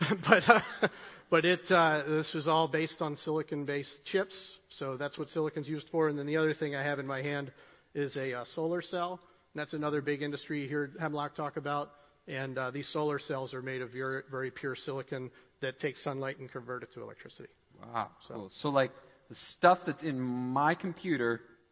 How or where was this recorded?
large echoing room